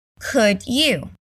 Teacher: When we're speaking, it's super common to connect could and you. · Term: linking sound